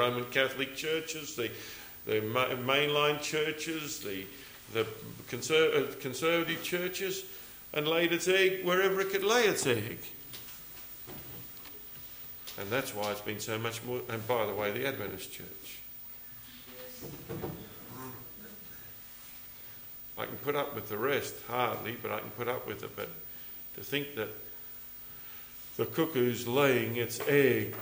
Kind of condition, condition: setting, live audience